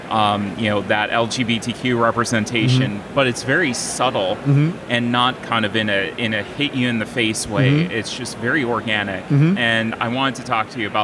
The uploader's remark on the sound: live from Origins Game Fair